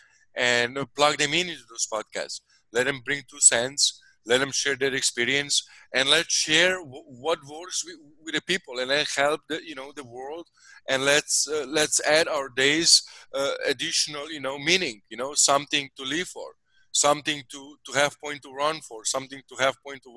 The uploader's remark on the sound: Zoom Happy Hour With The Team